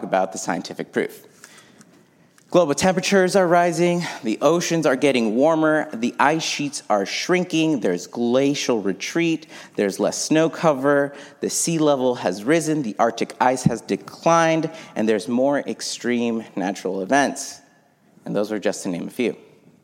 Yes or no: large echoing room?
yes